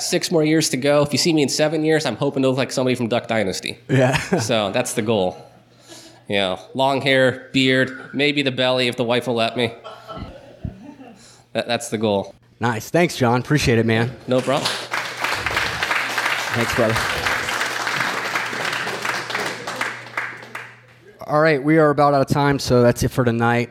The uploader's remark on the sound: recorded live June 23, 2016 at the Carrick Literary Club in Carrick, Pennsylvania